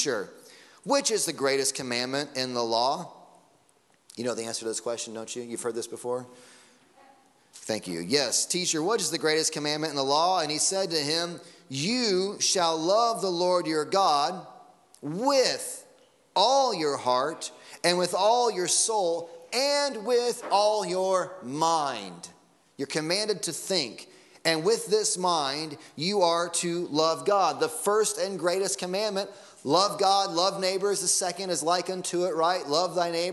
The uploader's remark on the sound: Sunday Morning Sermon Audio